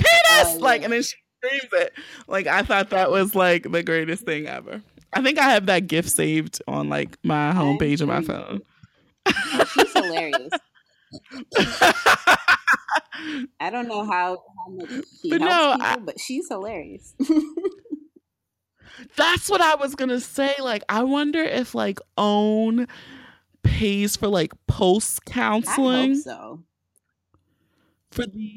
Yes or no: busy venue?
no